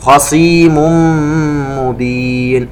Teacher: التنوين مع الميم إدغام بغنة